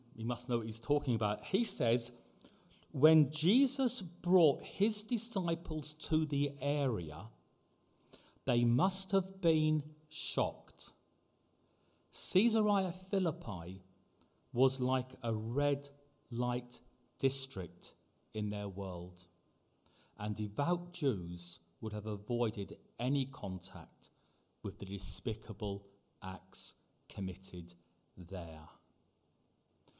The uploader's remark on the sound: Preached at the LCC Sunday Service